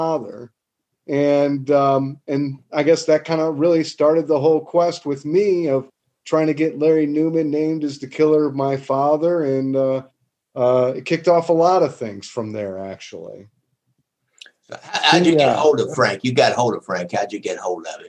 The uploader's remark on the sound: Listener Zoom call. Today’s guest on this fan Zoom call.